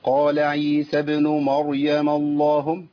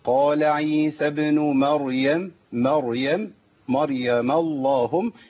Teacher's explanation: لابد من تخليص الميم من اسم الجلالة حتى لا تغلظ · Shown in: second take · Term: الميم المرققة